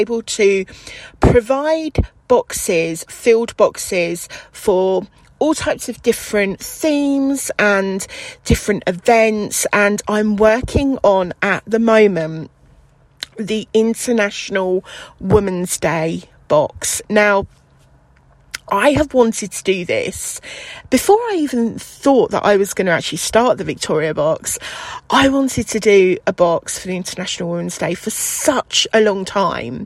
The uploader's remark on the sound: Recording in the car